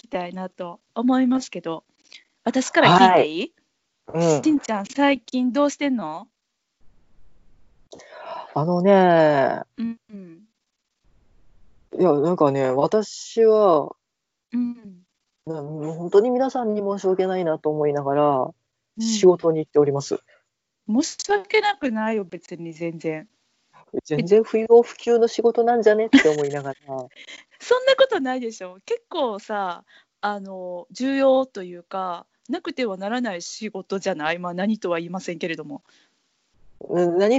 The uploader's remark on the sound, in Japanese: 久々のリモート収録です。